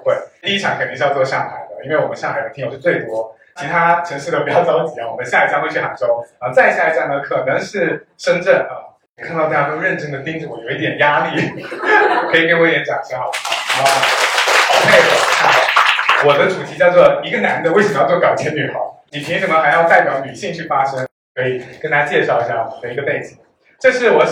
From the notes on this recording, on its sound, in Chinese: 今天这一期是线下听友会上海站的现场实录。和大家相聚在BFC外滩金融中心。